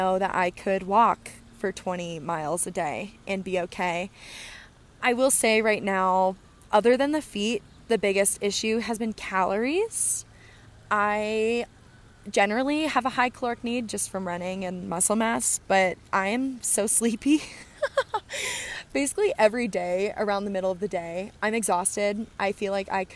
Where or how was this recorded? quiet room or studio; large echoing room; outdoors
outdoors